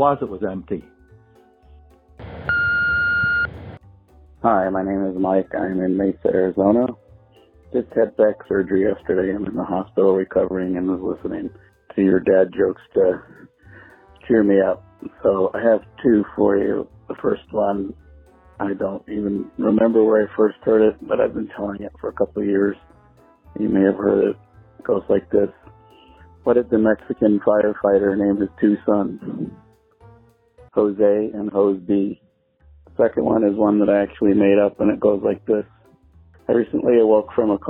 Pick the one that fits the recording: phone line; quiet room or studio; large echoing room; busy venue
phone line